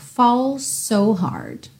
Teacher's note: falls termina em S, so Começa em S, você ouve um S só